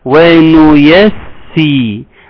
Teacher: سين مشددة، هيبقى زمانها أطول شوية وهتحتاج منك رعاية شوية